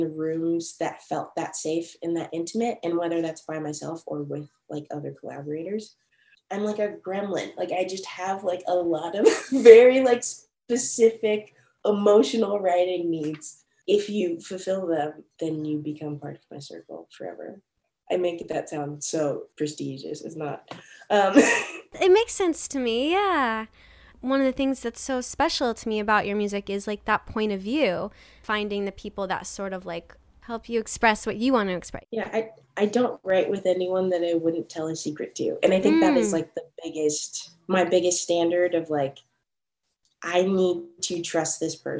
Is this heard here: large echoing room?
no